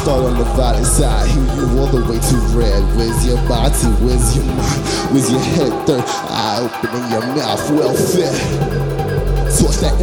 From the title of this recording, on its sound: Live from SXSW